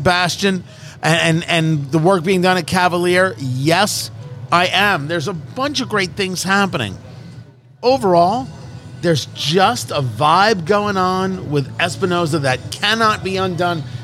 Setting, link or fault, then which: setting, busy venue